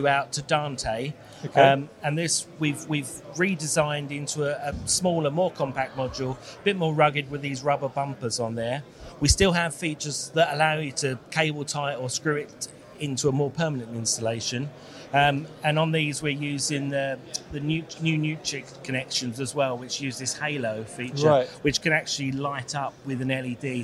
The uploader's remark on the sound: At KitPlus Show Manchester 2023. KitPlus Show is a regional one day show with exhibitors, workshops, training and seminar sessions.